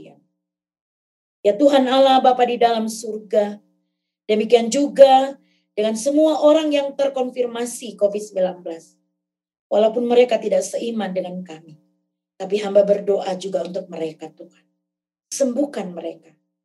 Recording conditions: video call